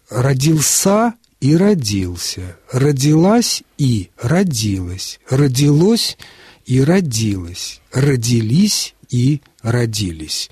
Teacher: этот глагол допускает ударение как на слоге, который следует непосредственно за корнем, так и на окончании, которое находится между суффиксом «ль» и возвратным постфиксом «си».